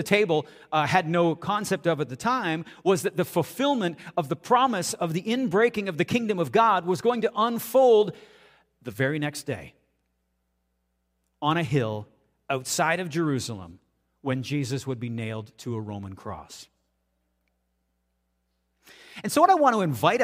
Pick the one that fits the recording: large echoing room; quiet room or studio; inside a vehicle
large echoing room